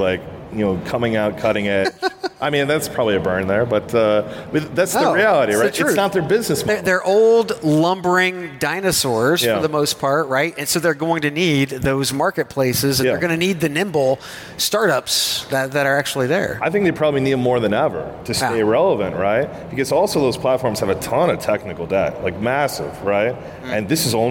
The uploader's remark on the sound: live from the big stage at UNLEASH America in Las Vegas